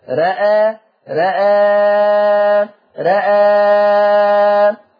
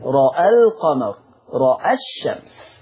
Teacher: لو انت وصلت هتفتح الراء والهمزه وما كان لا في راء ولا همزه فيهم تقليل · Shown in: second take